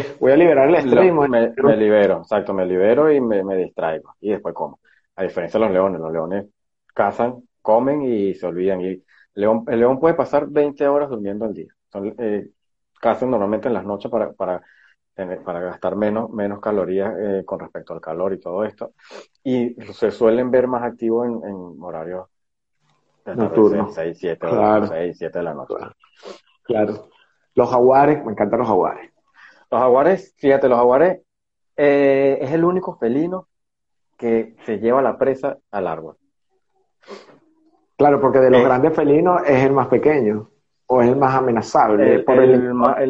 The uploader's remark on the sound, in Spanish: a través de live en instagram.